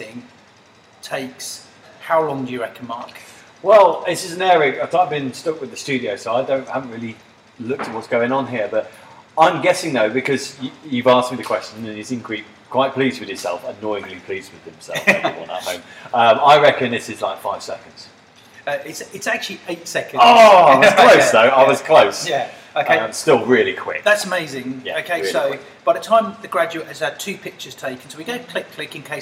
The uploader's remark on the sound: Well here we are, our first live episode on the road whilst on a shoot. We're at a UK University working with a team of photographers for 5 days, so we thought why not do a show! We hurriedly set up a mic, the audio isn't great so we apologise but it's as live as you can get.